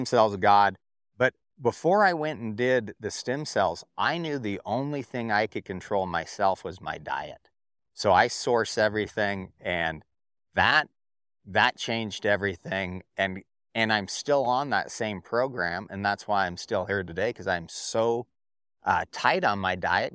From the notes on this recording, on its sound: under the shade of a couple pine trees, just outside the Torrington Wyoming Farm, Ranch and Hemp Expo and we had a great chat